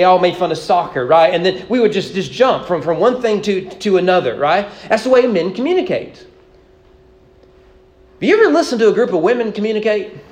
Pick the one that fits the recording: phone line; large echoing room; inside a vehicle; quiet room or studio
large echoing room